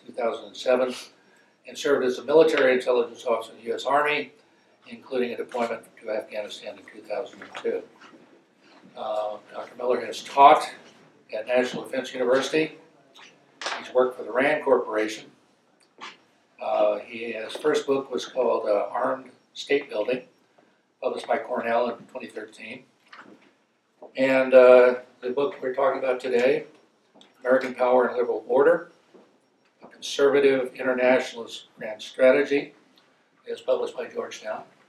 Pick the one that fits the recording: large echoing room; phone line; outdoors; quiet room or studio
large echoing room